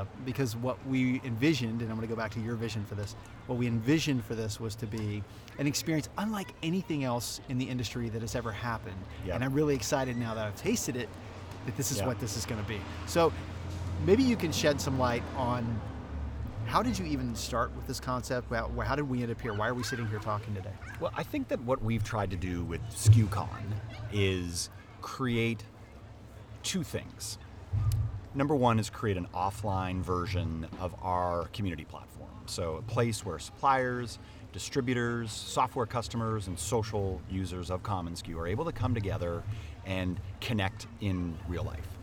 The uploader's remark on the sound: The skucamp experience live from The Ace.